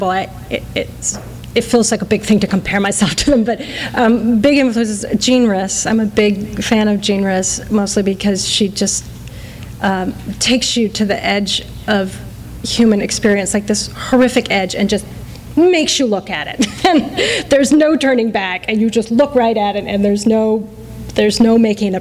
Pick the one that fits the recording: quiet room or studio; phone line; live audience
live audience